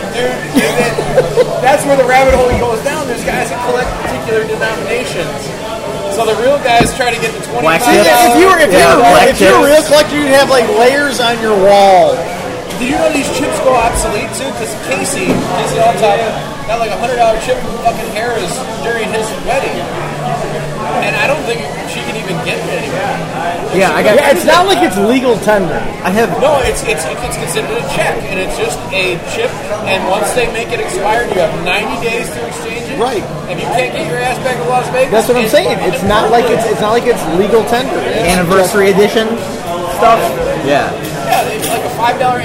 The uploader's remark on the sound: Recorded Live at Hooters in Terrible Quality